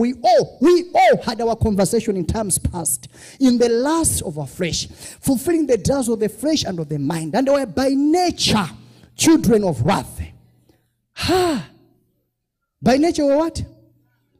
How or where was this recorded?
large echoing room